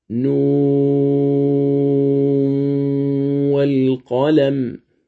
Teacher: إدغام نون مع الواو مع المد طولا · مقدار المد 6 حركات يكون في الجوف، والغنة بمقدار 2 حركات تكون في الخيشوم